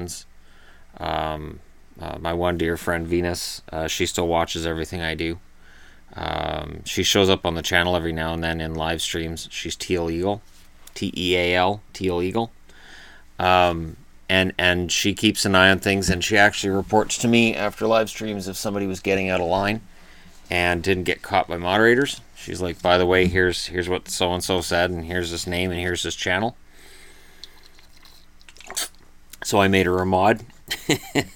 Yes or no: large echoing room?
no